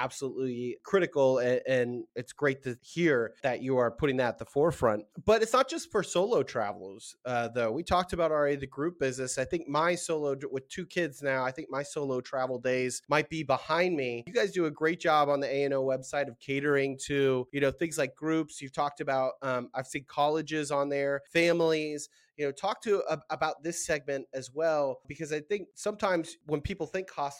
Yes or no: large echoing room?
no